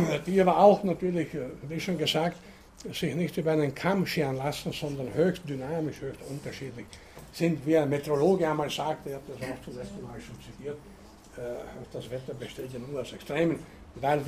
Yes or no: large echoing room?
yes